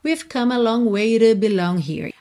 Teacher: Aqui é interessante reparar que ele usou rarará no T de to, no início da palavra.